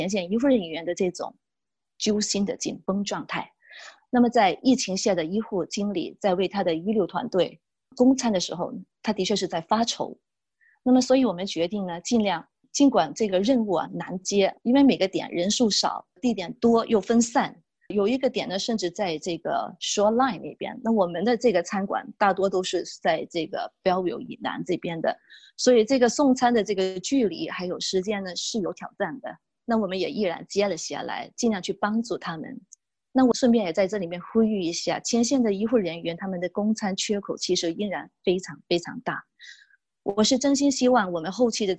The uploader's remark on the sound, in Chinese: 这是4月13号我在线上主持的新闻发布会录音的最后一部分。